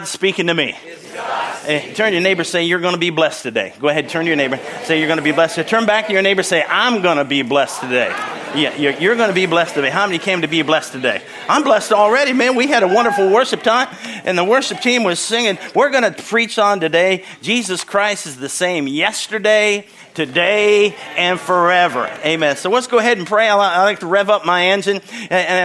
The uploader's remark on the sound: from the Sunday service on March 26, 2023 at Harvest Bible Church in Stockton, CA.